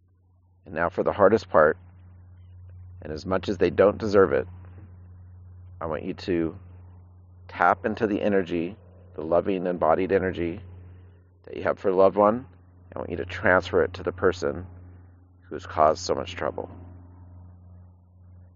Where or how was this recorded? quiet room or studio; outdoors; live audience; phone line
outdoors